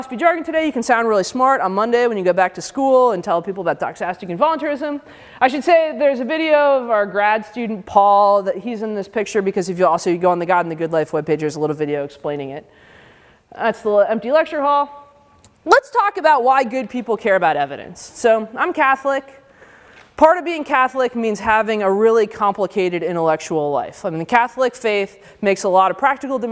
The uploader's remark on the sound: Given as part of the day-long conference for high-school students. At the University of Chicago.